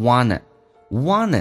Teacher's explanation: Wanted 这个单词在美式发音当中 NT 组合 T 是可以不用发，所以它就说成 wanted.